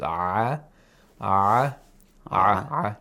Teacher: Have vibration of the vocal cords. If you touch your throat and you pronounce ah, you feel the vibration of the vocal cords. · Term: voiced